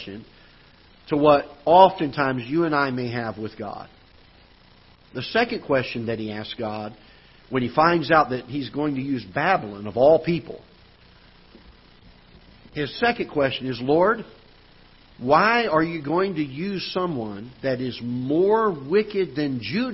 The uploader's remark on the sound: Ketha Heights Baptist Church ~ Live Broadcast